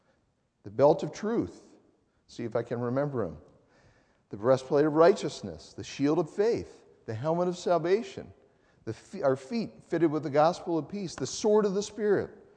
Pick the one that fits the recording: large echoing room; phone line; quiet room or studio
large echoing room